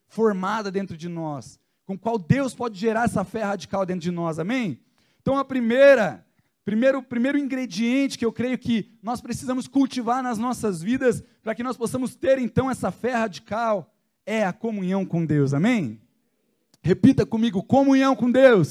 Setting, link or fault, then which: setting, large echoing room